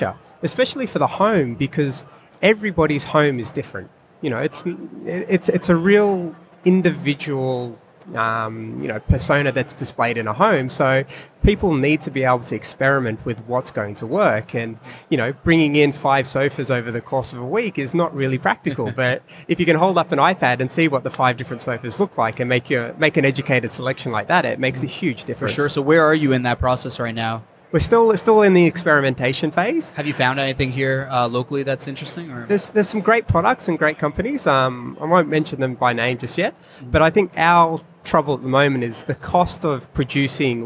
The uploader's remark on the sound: recorded at Online Retailer Conference & Expo 2018